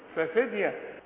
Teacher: ففدية قلقل الدال برضه